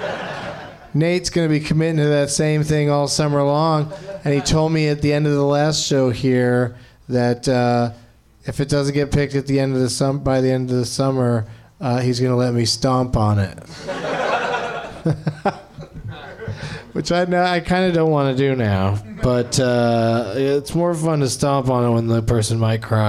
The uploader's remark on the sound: Live from Nerdmelt in Los Angeles